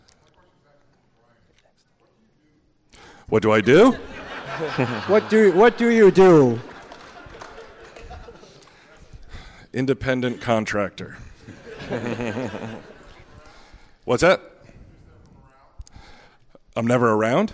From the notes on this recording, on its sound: The Comic Book Men Megacon 2014 Panel.